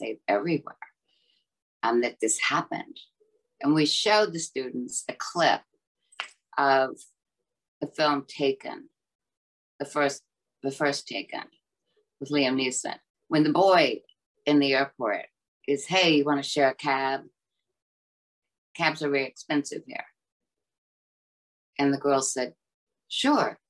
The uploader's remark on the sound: In a conversation recorded last month over Zoom.